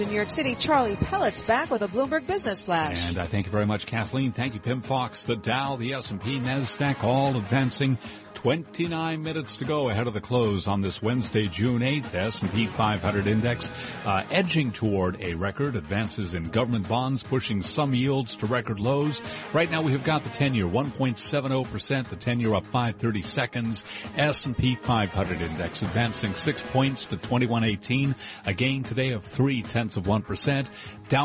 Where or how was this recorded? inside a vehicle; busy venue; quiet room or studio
busy venue